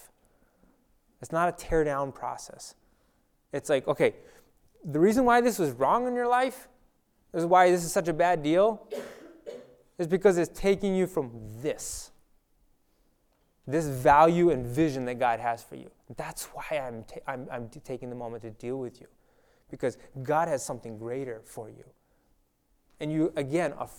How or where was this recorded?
large echoing room